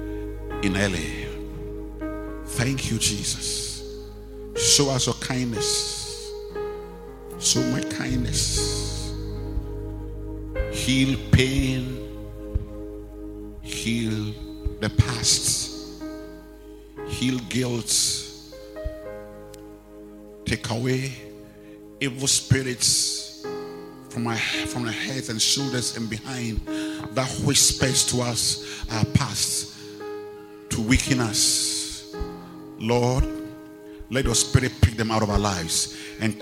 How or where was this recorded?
large echoing room